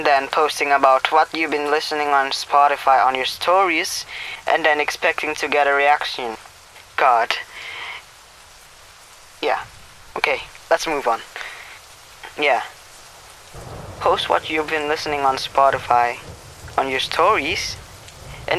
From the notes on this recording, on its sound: Yes i indeed recorded this in my car. Sorry for the duplicated audio on the podcast.